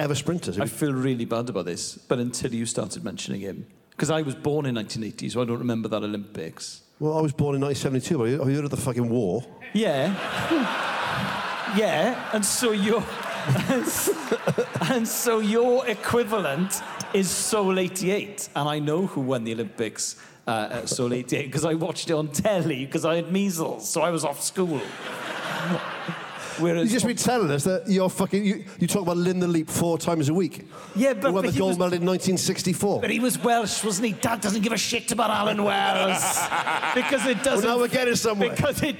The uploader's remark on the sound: This week’s episode was recorded at The EICC in Edinburgh on Saturday 23rd October.